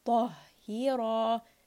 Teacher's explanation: we want to switch from the heavy ta to the light ha to the heavy ra.